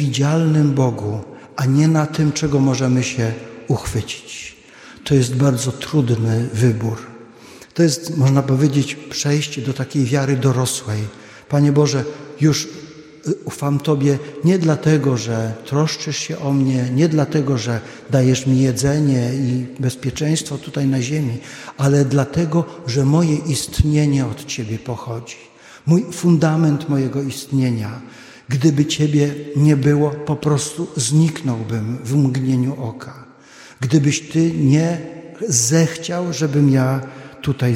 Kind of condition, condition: setting, large echoing room